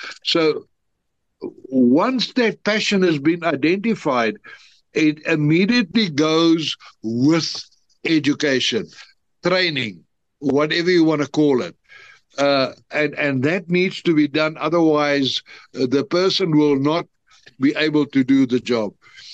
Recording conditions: video call